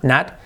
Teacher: La O como una A